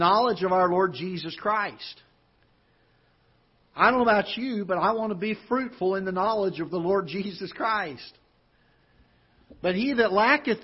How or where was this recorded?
large echoing room